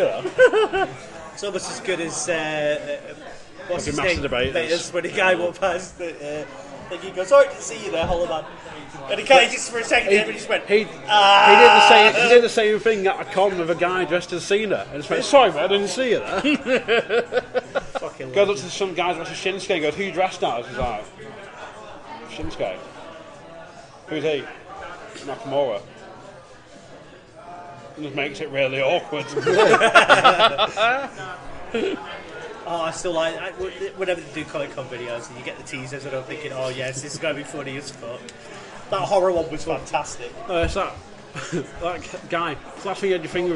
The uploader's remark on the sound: Podcasting’s own anti-heros gathered round a table in the Swift Hound prior to a midnight screening of Marvels 'Avengers: Infinity War'.